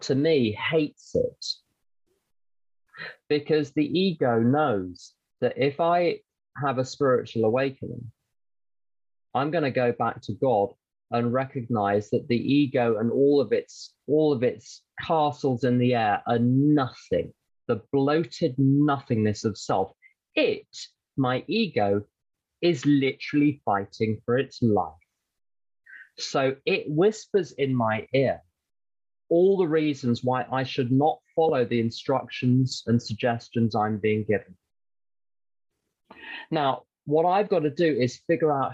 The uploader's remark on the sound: the Broken Elevator zoom meeting recorded in December of 2021